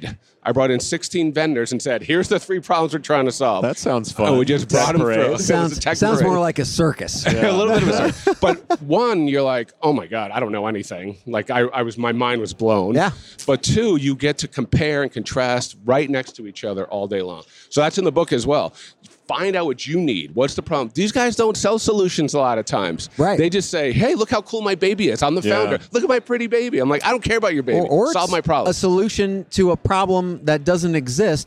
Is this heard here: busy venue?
yes